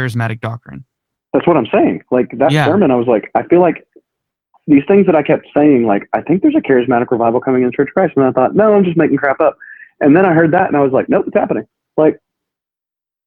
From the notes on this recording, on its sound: had an impromptu phone conversation